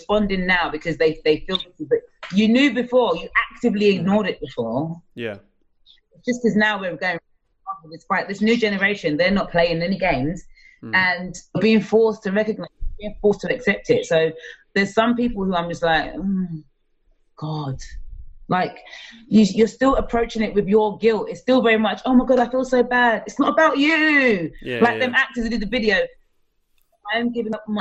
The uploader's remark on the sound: This episode was recorded over Zoom